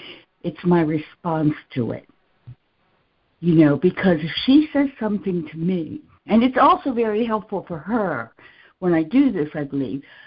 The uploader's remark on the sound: ACIM Daily Conference Call